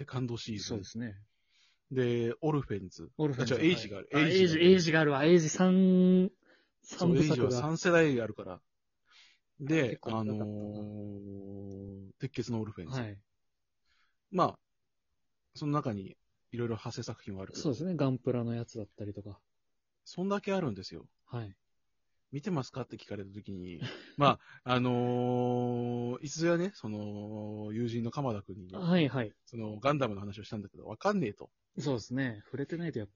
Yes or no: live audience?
no